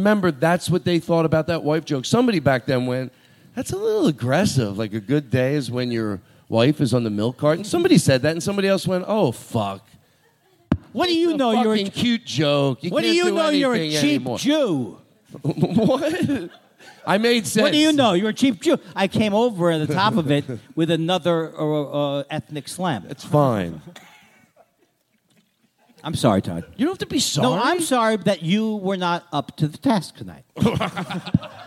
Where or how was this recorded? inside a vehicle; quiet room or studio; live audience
live audience